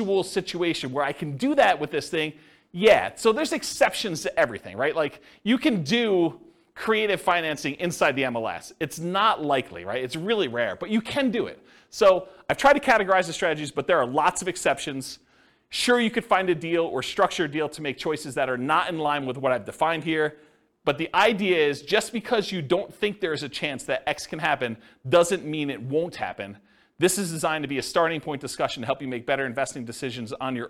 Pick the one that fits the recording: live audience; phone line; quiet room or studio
live audience